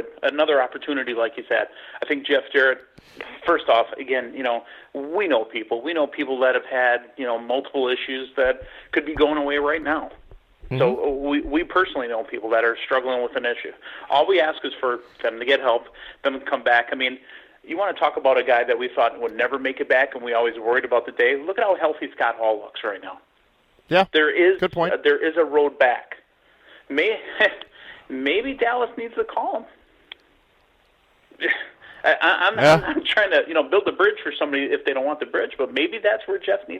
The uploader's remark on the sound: we take your LIVE phone calls!